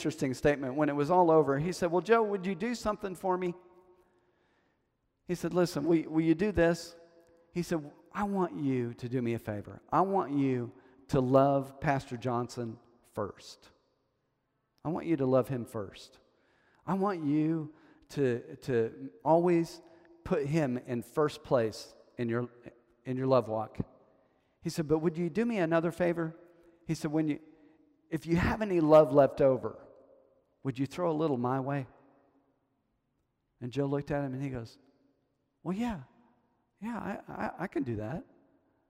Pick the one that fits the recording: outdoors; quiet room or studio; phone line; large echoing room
large echoing room